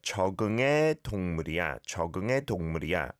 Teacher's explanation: with that e syllable, the more you pronounce it as air, I think the easier it is to then slide on over to the next word